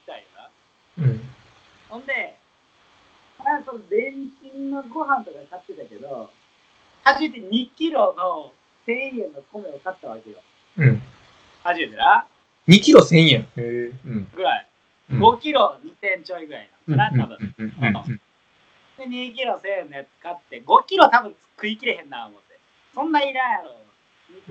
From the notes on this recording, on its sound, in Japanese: １ヶ月ぶりの収録かつ初のリモート収録です。とんでもなくノイズ入ってて。